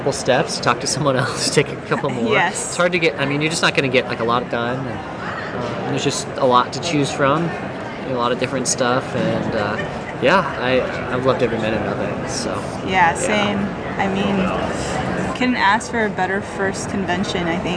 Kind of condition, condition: setting, busy venue